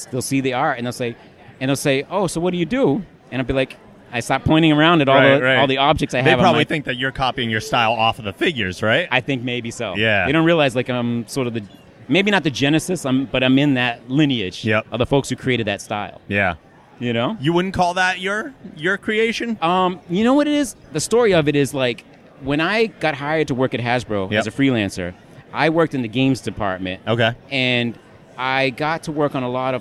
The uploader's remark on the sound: Interviews from Boston Comic Con 2013